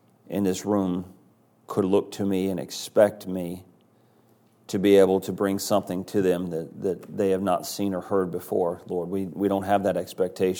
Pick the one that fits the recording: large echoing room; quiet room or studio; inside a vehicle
large echoing room